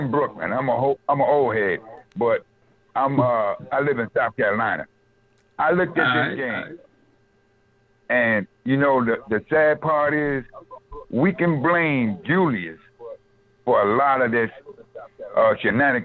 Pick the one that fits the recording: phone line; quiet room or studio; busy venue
phone line